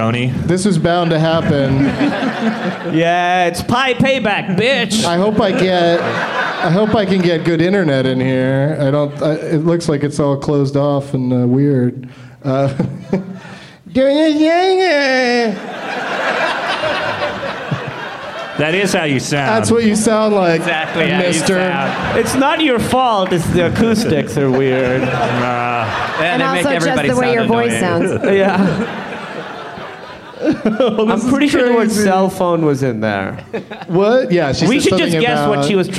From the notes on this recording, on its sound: Live from Day One of Bumbershoot in Seattle, WA